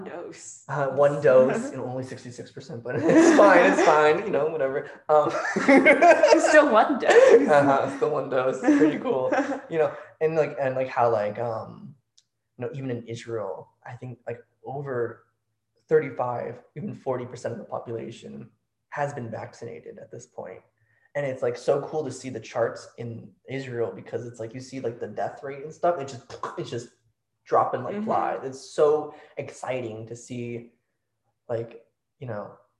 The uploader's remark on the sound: Don't worry, we've invested exactly zero dollars into improving our mic setup (as you will soon hear!). No notification dings this time!